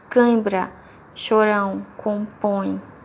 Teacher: A corrente de ar se divide pela cavidade bucal e pelas fossas nasais. · Term: Nasal